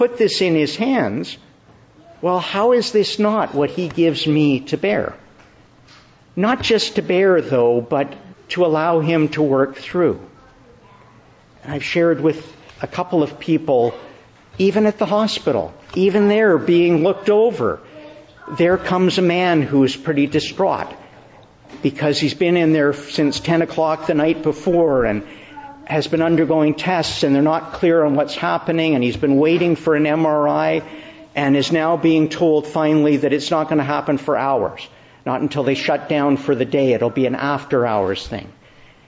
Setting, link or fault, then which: setting, large echoing room